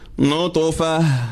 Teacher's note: For ta marbuta, when you stopping on it, it changes to ha.